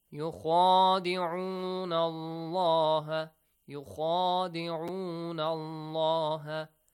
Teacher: Okay, heavy letter. There is an alif, you gotta stretch it for two counts. · Term: Alif mad